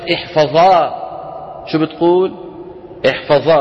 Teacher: نون التوكيد الخفيفة إذا وقف العرب عليها قلبوها ألفا وعاملوها معاملة تنوين النصب